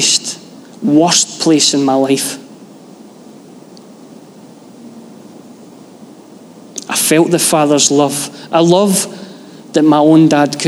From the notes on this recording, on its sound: Live from our Sunday gathering on 18/06/23